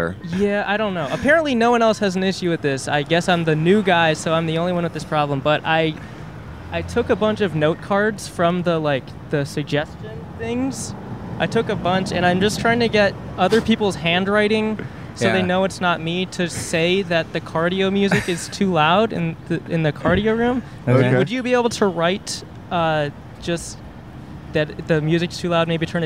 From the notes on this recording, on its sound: Recorded on Hollywood Blvd!